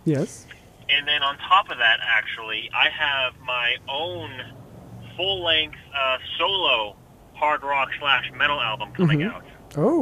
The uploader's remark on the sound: We have a call-in interview